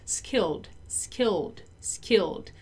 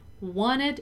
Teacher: Skilled, which ends in a sound that sounds like d and only d, like if there were no E. · Shown in: first take